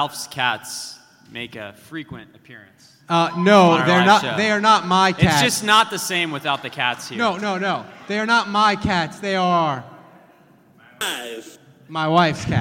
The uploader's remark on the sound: LIVE SHOW at Tracey's In Irish Channel. Saints Happy Hour did a live show at Tracey's! Basically had a blast with a live audience.